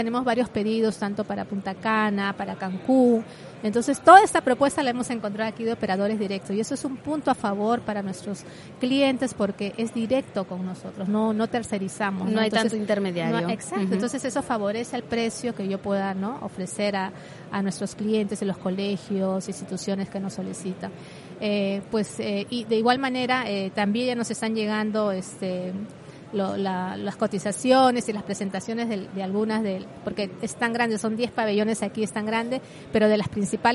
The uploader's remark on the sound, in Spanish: Episodio especial grabado desde el espacio FITUR Know Know SEGITTUR en FITUR 2023, cedido por Radio Viajera.